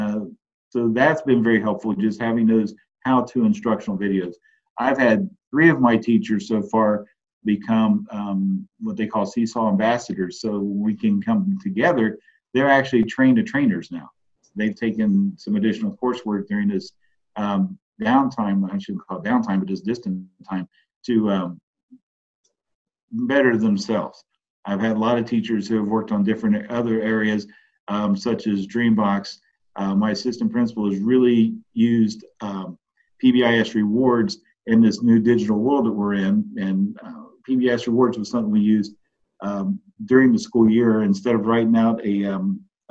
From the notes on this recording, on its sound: I got to sit down (via Zoom)